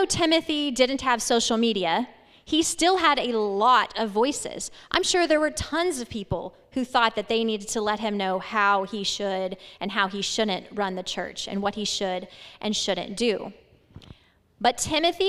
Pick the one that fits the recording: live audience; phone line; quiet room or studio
live audience